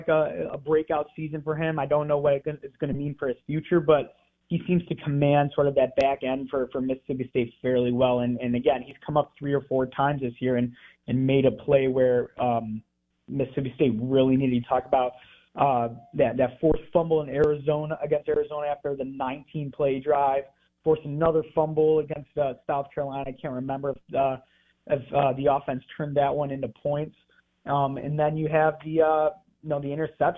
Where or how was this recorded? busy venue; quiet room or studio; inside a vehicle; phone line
phone line